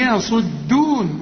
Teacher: صاد مفخمة ودال مرققة والياء مرققة